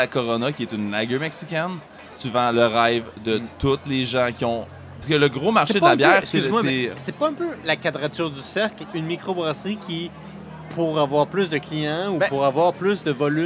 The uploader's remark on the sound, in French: lors du Festival des Brasseurs et des Artisans de Québec